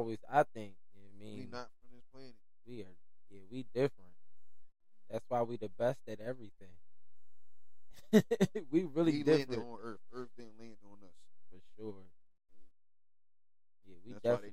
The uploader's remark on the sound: Don't grease us about the sound quality.